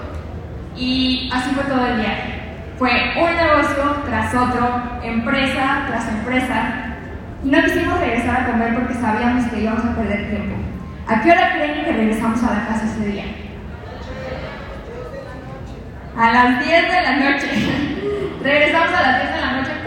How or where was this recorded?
live audience